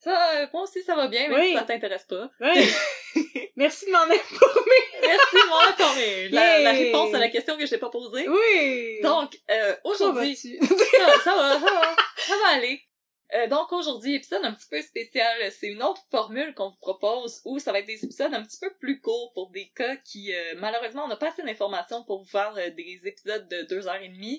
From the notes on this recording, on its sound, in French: La qualité audio de cet épisode n'est pas optimale.